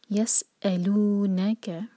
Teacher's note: حمزہ کا cut off sound clear اور سین پر وسل ساؤنڈ کلیئر. یسألونک، نا پر زور.